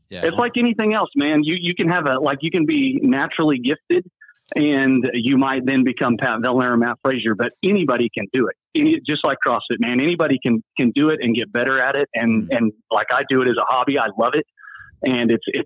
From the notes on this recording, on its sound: Morning Show. Live Call.